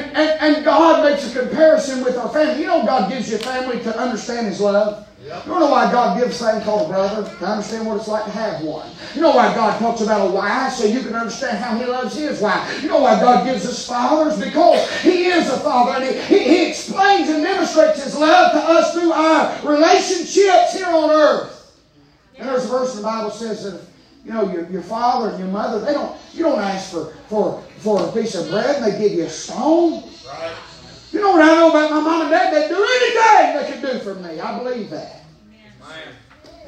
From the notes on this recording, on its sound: preaching live from Still Water Baptist Church